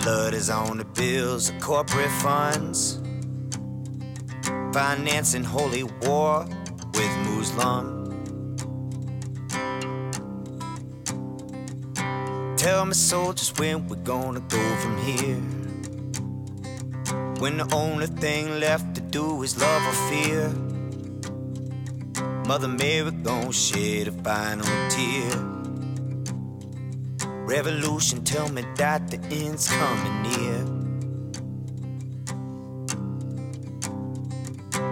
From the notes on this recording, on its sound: while traveling the back road, highways and byways in a converted 1991 International school bus named the Chool Bus